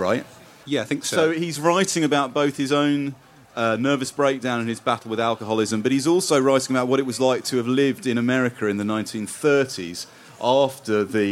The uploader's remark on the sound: In a special edition recorded at Port Eliot Festival